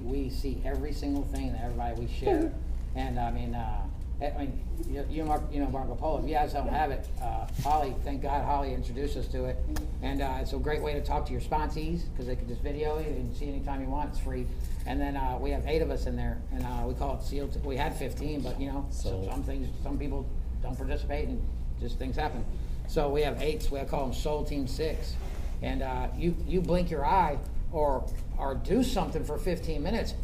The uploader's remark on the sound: The three of us were invited to take the lead table at a panel meeting, these guys have consented and I cut all other voices to the best of my ability, that caused some loss of content.